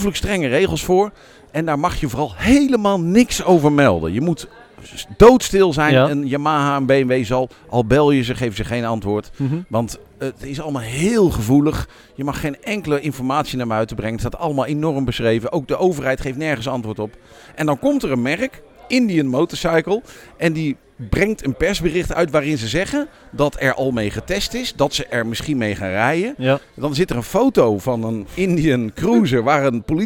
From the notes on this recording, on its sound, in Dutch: Live vanaf de ChromeBurner Start Your Season-dag in Nieuwkuijk